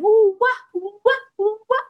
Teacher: wa is a combination of, say, an oo and an ah sound